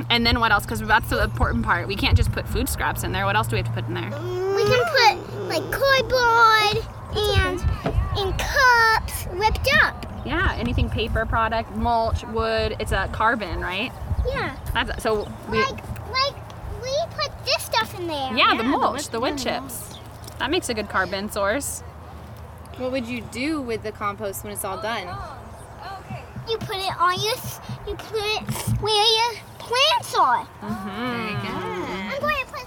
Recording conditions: sounds in the background